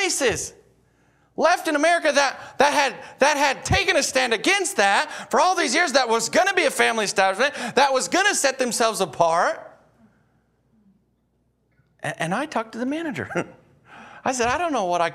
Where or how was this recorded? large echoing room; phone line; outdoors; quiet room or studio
large echoing room